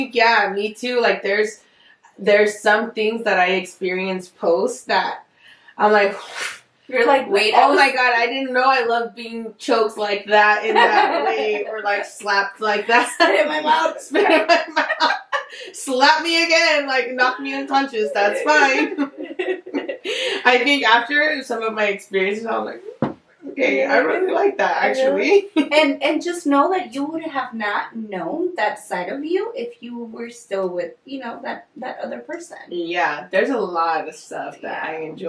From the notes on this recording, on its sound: Once again, audio was a problem for the first few episodes, so I’m so sorry about that.